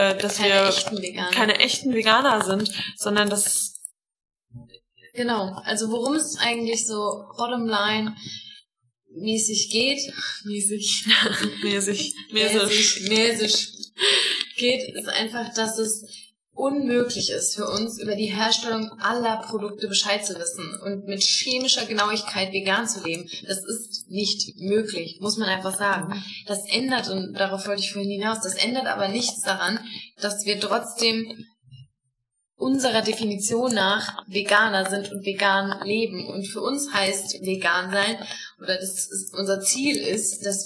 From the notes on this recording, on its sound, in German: Wir entschuldigen uns vielmals für die schlechte Audioqualität in dieser Folge. Leider ist irgendwas mit dem Mirko schief gelaufen und wir hatten ab Minuten 5 ein konstates Knacken auf der Tonspur.